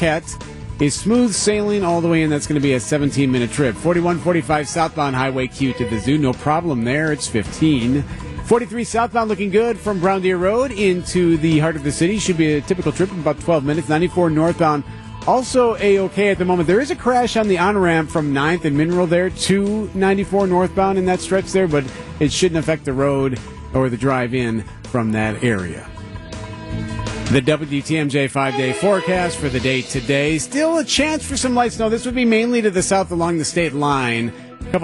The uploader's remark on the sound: In studio. Over the phone.